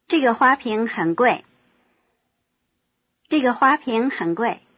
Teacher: When the word 很 is stressed, it is emphatic.